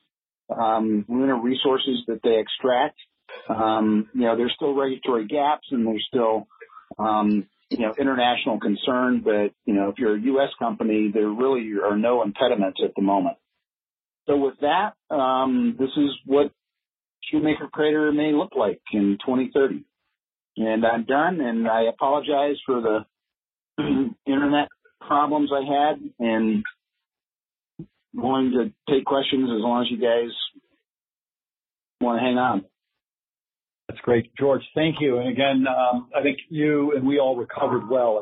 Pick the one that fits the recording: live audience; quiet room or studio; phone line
phone line